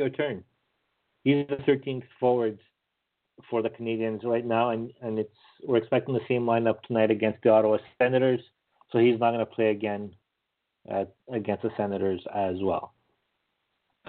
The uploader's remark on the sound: as we take your phone calls